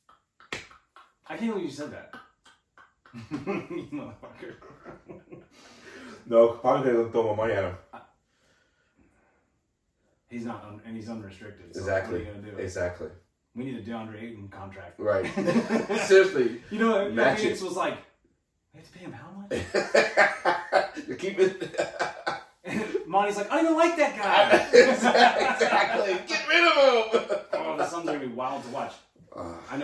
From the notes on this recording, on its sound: Technical Difficulties. Didn't record the audio on the interface.